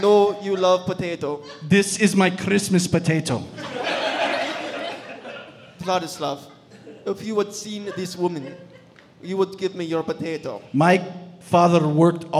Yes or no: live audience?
yes